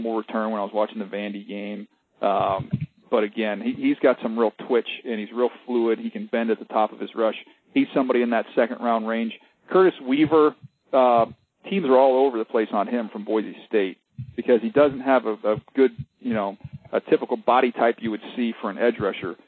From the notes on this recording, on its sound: pre-combine conference call with the media!